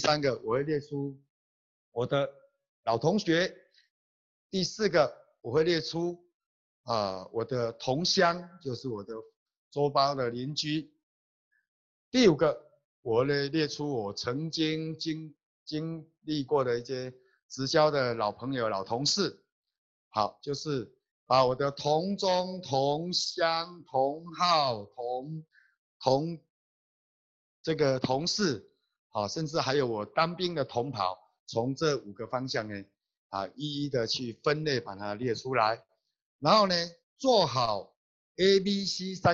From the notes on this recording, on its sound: Check out our ninth Global Zoom Meeting Highlight.